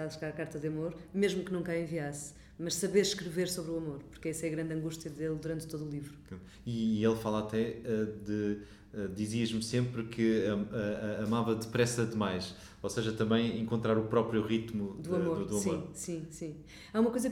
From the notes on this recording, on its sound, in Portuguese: numa conversa gravada nas Correntes d’Escritas